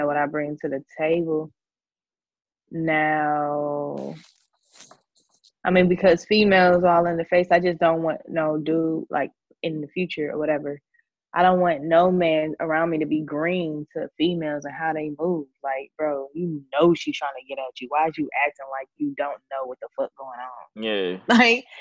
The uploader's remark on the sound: This is our first episode live on zoom